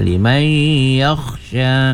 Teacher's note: Inna fi dhalika la'ibratan limai gunna nun mati bertemu dengan ya idgham ya, idgham ma'al gunna ya, limay yakhsha khonya lagi ya.